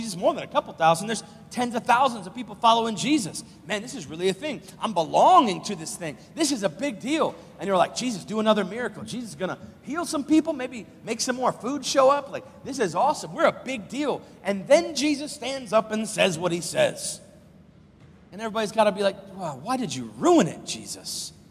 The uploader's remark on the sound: live from Covenant Church